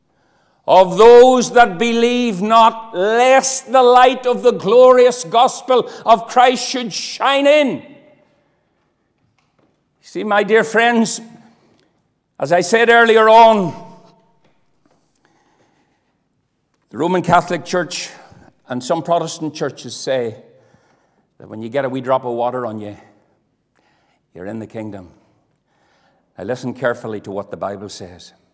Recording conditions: large echoing room